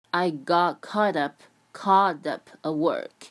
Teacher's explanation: caught up 这个 t 呢，类似于一个地的音，弹舌音啊